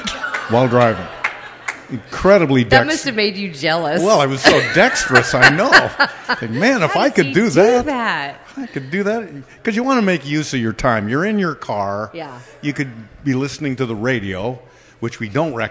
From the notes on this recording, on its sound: Part 2 of the live 100th Episode Taping Party